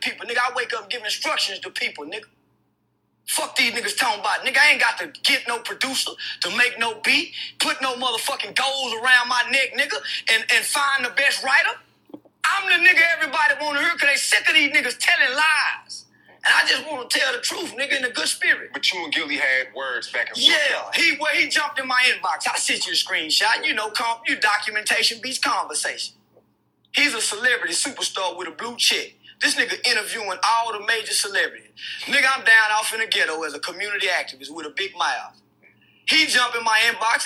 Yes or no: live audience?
no